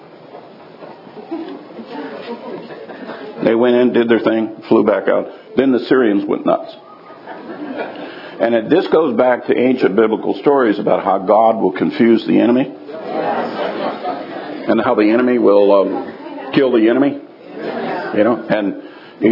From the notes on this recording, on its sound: live from Tabernacles 2018